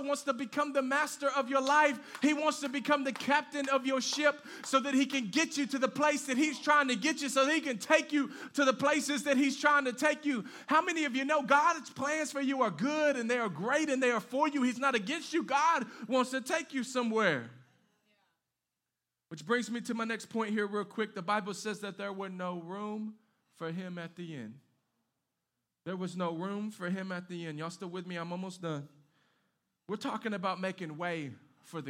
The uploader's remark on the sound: Live from Canvas Community Shelbyville Church.